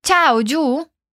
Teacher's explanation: Perceba que não é tchau com U, mas tchau com O